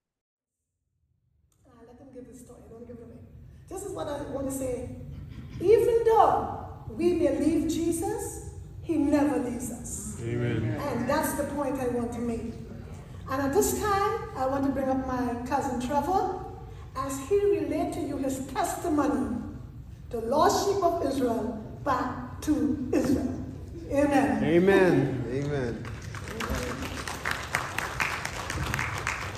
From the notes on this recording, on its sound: Recorded Live at Spring Hill Seventh Day Adventist Church! This is my first live testimony of that journey.